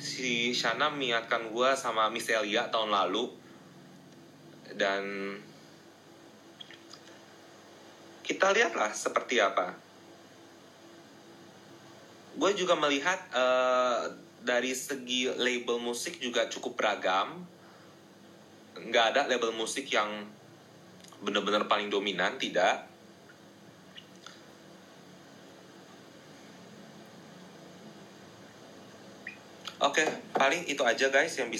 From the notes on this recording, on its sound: Instagram Live Session